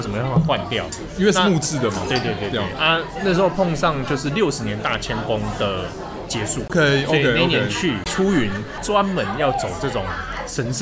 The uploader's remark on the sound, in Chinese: 本集白噪音指數：狂風級 5/5。在有可能是耳朵旅行社開播以來最吵的錄音環境中。錄音地點：老樹咖啡。